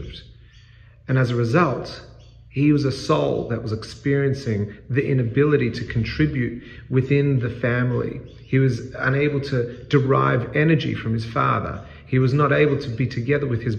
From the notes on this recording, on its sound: This segment is part of a larger talk and was recorded in a large space with a powerful echo.